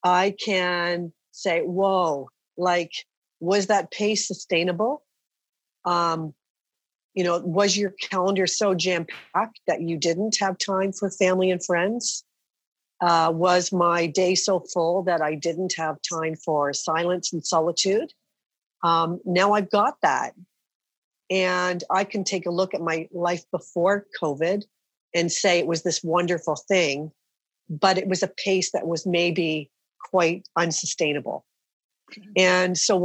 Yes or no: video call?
yes